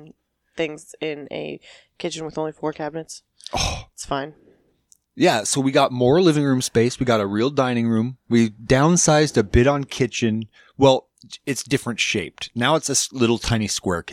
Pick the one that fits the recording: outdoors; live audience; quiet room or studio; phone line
quiet room or studio